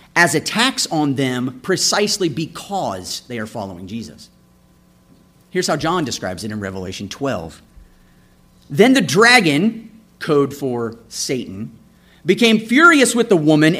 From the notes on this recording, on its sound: This episode is a sermon I preached June 25, 2017